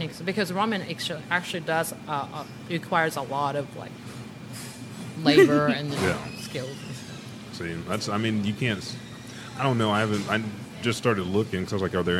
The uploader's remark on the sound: Live at Tamashii Ramen House. Authentic Okinawan ramen shop in the heart of Oklahoma.